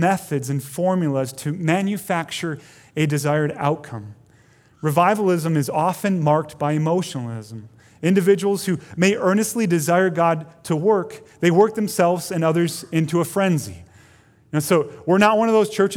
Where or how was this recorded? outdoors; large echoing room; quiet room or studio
large echoing room